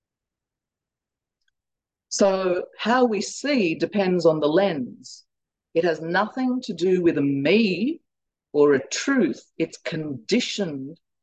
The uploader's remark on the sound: We apologise that the talk starts at 30 minutes into the teaching and at times the audio is very poor. Due to an international audience, these weekly Tuesday night teachings are happening via Zoom from Bodhinyana Monastery.